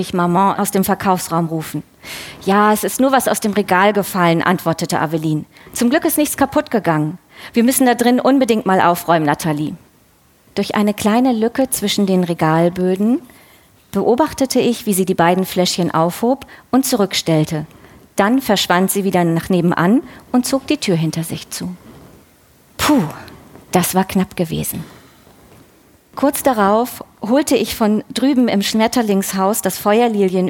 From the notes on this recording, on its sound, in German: Diesmal live von der Frankfurter Buchmesse. Bei der Magellan-Lesung auf der Frankfurter Buchmesse.